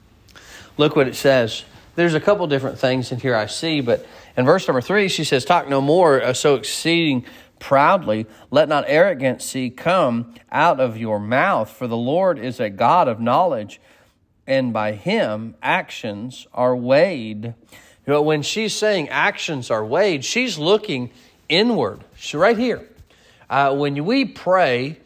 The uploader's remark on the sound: Sermon preached at Mid County Baptist Church